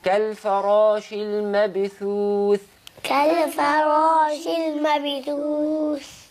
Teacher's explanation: ثا كسرة ثي بنقف عليها بالسكون مد عارض للسكون